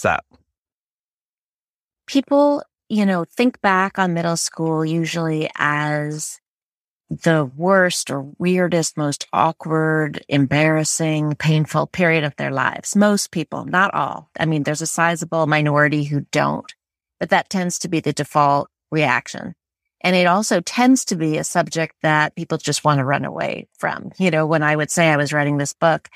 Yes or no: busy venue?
no